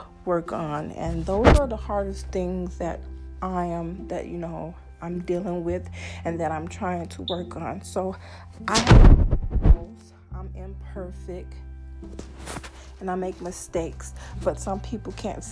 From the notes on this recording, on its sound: sorry once again for the noise